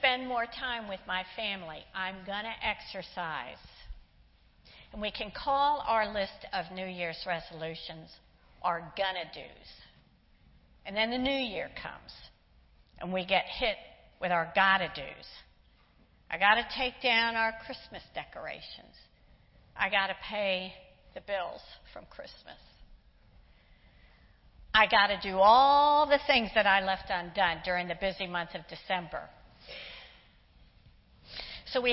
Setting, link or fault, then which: setting, large echoing room